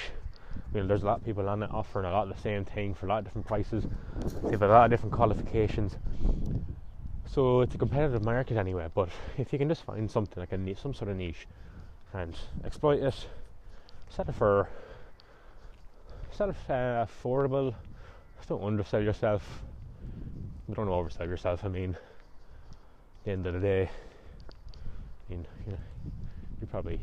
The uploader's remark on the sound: I decided to record this podcast down by the river next to the park.